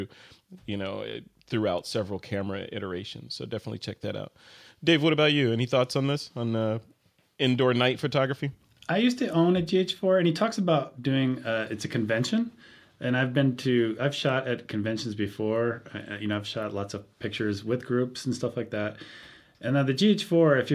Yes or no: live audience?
no